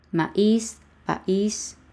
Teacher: Maíz, país y la que se acentúa es la i. · Term: sílaba débil